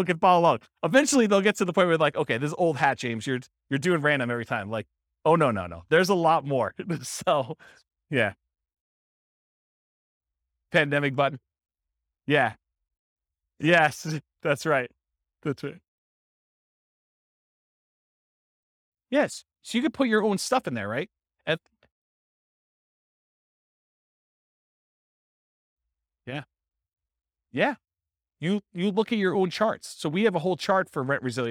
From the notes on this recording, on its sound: This was a live class recorded